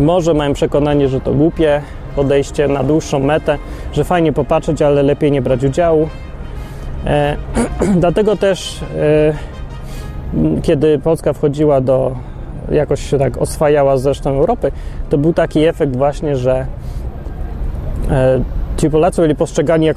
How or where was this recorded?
outdoors